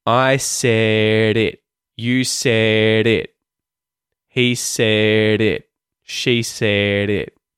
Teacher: the D turns into a T flap sound to link those vowel sounds together a little more effortlessly. Like, we speak and it's a little more fluid than if you were to try and say the hard D sound.